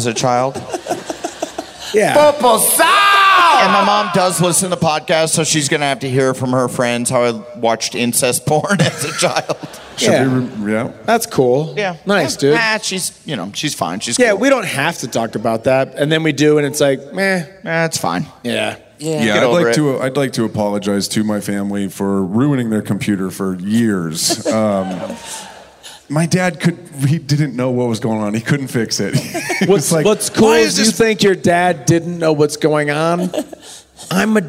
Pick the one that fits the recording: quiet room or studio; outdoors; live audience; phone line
live audience